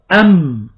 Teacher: لا، إنما الذي يحدث أن الهواء يرتد إلى الخلف ثم ينخفض الحنك الرخو، فيسمح للهواء بالمرور من الأنف ليخرج الصوت الذي نسميه بالغن.